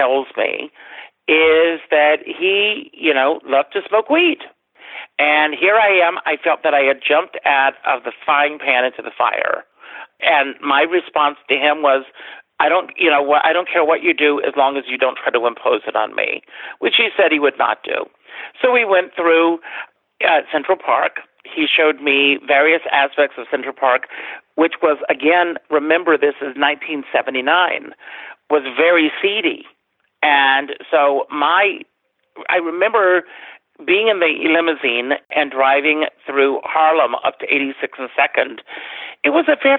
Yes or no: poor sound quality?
no